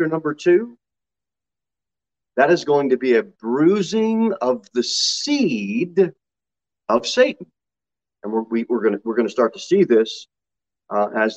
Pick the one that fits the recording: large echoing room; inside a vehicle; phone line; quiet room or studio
large echoing room